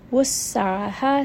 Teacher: seen again has safir, just a little bit of that whistle